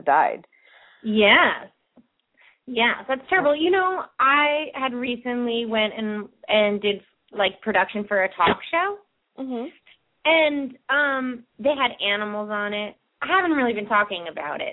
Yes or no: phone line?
yes